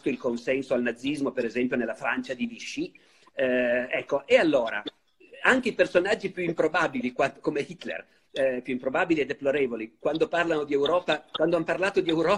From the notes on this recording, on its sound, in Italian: In videochiamata.